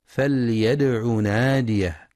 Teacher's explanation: ينتبه القارئ لإظهار اللام لام الأمر في فليدع ولقلقلة الدال الساكنة مع الحذر من مد ضم العين، فلا يقرأ فليدع لأن الفعل مجزوم بحذف حرف العلة.